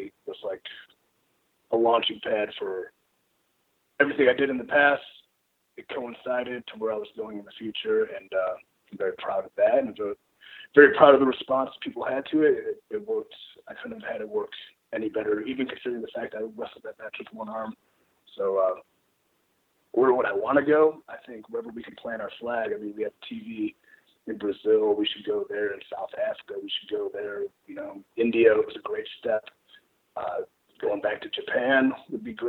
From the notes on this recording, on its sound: Wrapped their weekly media call not long ago. We just released the full audio from the call.